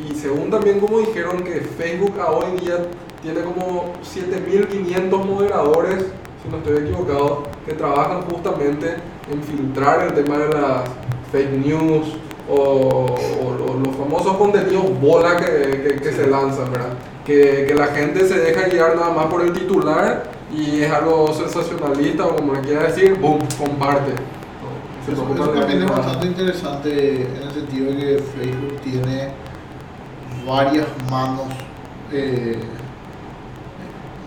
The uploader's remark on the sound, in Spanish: Pedimos disculpas por las dificultades técnicas